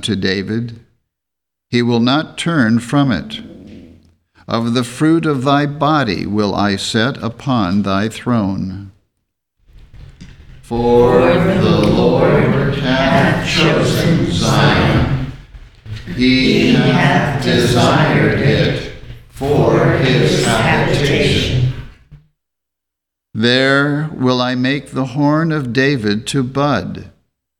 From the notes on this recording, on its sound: The Sunday service audio